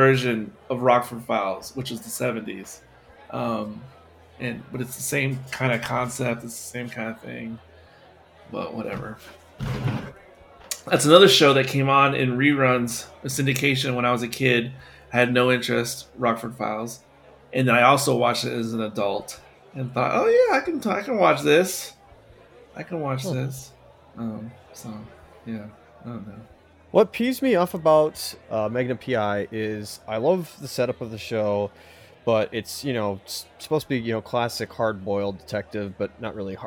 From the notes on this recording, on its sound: This conversation was recorded in front of live Barside Audience